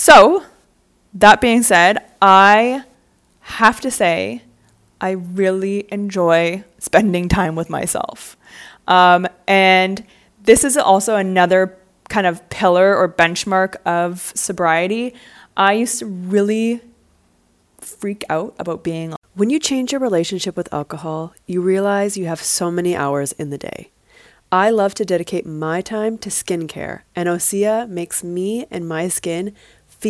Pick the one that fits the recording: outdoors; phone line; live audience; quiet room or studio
quiet room or studio